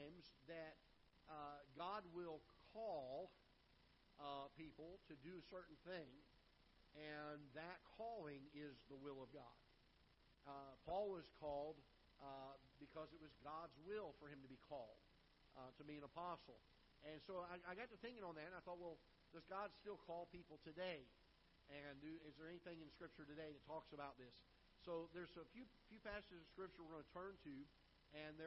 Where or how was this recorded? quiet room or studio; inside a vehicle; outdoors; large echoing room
large echoing room